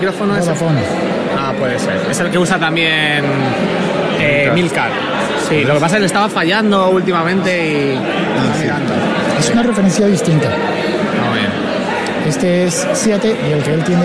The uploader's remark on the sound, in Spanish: Desde Alicante, en un episodio grabado entre muchos podcasters conversando de todo al mismo tiempo. Y simultáneamente desde Bogotá con el nuevo Moto Z Force 2.